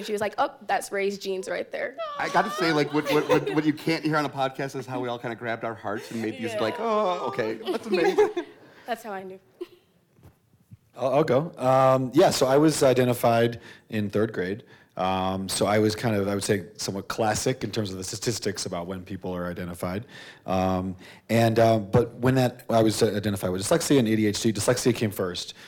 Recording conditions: live audience